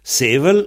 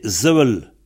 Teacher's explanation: Dans le pays pour l'être et le Trégor, on a cette règle-là. Le S au début du mot se prononce Z, sauf dans quelques cas. · Shown in: second take